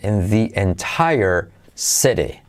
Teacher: Y se pronuncia con una I porque va seguido de vocal.